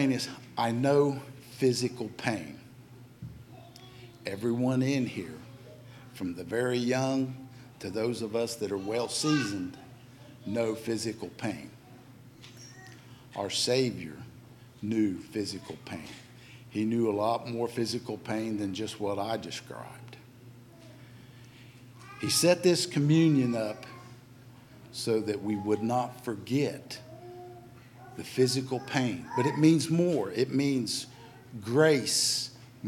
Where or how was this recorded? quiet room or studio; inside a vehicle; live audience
live audience